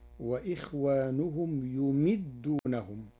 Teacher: قرأ ورش كلمة يمدونهم بضم الياء وكسر الميم من أمد الرباعي، فتصير وإخوانهم يمدونهم.